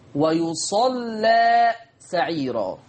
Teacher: بضم الياء وفتح الصاد واللام مشددة مفتوحة وبعدها ألف مادية